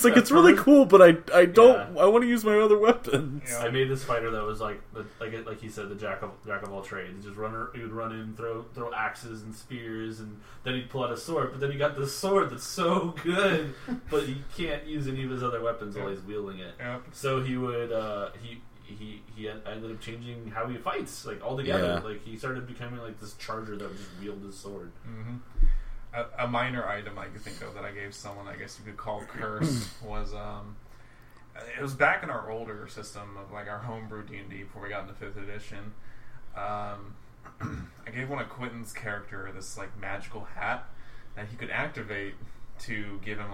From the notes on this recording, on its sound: The audio is a bit quiet so for best sound, plug some headphones in.